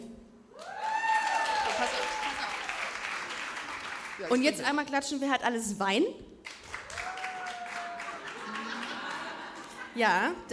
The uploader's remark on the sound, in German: Busenfreundin LIVE im Rahmen des Cologne Comedy Festivals. In der Location Bogen 2 in Köln.